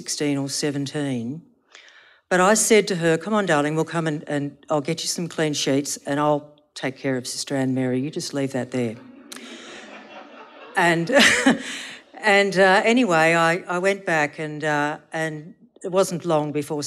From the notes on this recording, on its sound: a live storytelling event from the Northern Territory